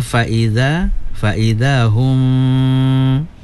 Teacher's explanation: gunnah mim mati bertemu dengan ba, ikhfa syafawi, kena wajib gunnah dua harkat